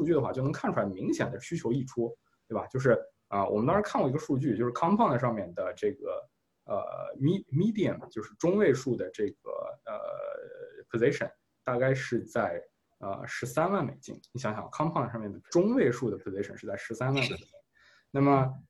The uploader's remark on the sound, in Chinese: 在zoom上远程聊了一次